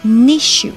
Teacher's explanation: n 和后面的 issue，前面的 e 做连读